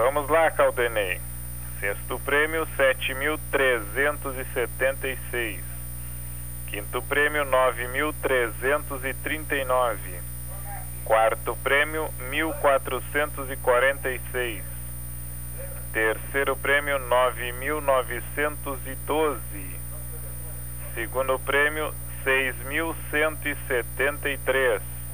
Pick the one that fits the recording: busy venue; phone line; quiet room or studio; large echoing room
phone line